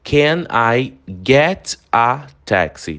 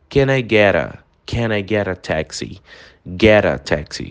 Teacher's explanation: O T, ele faz um som de R aí e se junta com A, forma quase um som único · Shown in: second take